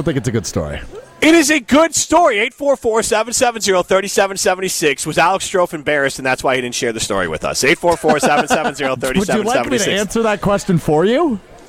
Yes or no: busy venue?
yes